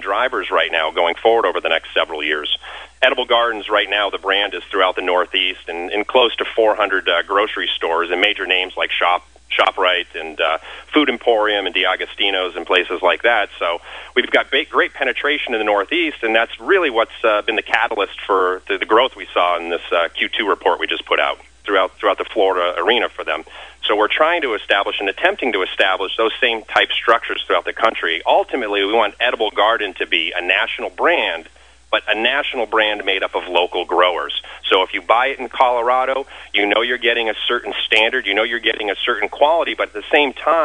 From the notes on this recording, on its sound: called into SmallCapVoice.